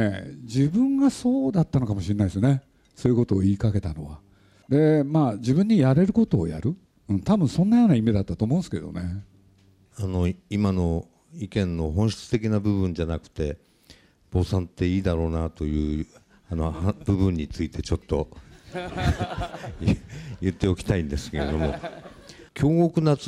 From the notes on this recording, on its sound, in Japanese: 代官山蔦屋書店で行われたトークイベント